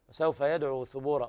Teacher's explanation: إظهار الثاء بهذه الطريقة إخراج طرف اللسان في الثاء